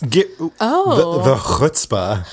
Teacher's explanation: All in the back of your throat.